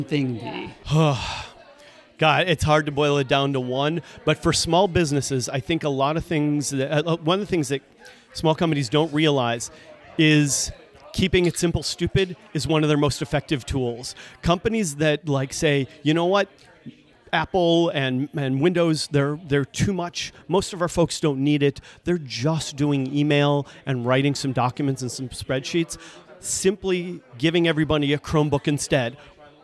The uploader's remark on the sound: Live from the Securing Sexuality conference. Take questions from callers about secure collaboration and password managers live from the Focivity booth at the Securing Sexuality conference in Detroit.